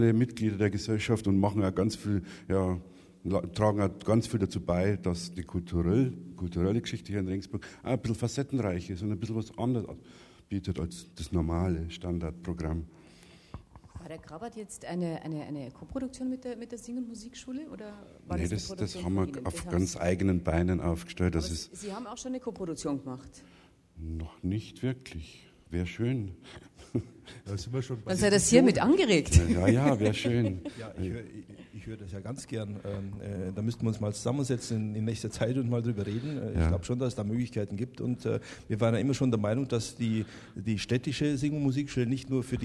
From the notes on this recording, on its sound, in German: Live aus dem Neuhaussaal zu Regensburg. Als kleines Geburtstagsständchen präsentiert das Musikmagazin „taktlos“ live im Rahmen des Jubiläums-Starts aus Regensburgs Neuhaussaal dieses intelligente Projekt. Live-Musik liefern Ensemble-Mitglieder des Stadttheaters, Musikschülerinnen und Schüler.